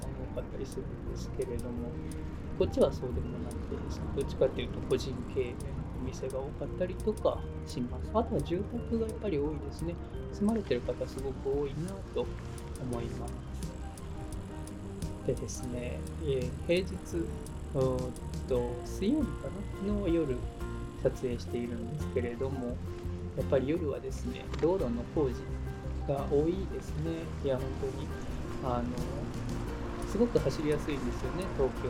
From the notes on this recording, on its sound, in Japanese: ロケ第1回_国際通り（東京都）。今回は「東京都の国際通り」を部長が 自転車 でお散歩してきました。この放送はYouTube用に撮影した動画の音声を放送したものです。